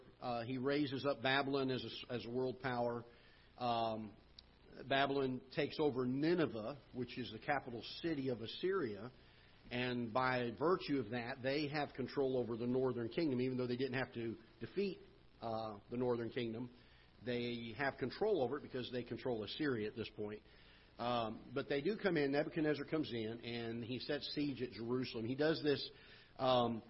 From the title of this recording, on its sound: Ketha Heights Baptist Church ~ Live Broadcast